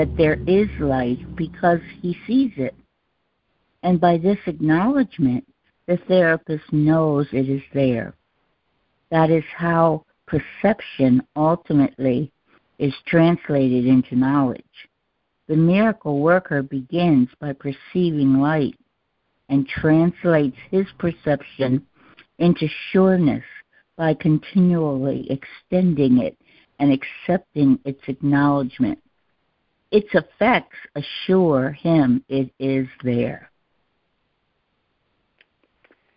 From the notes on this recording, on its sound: ACIM Daily Conference Call